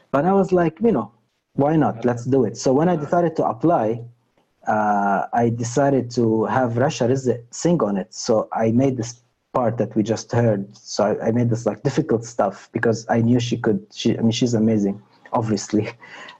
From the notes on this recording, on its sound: Our long-form interview series, hosted on Zoom. Following the interview there is a moderated town-hall style Q&A with questions coming from the live virtual audience on Zoom.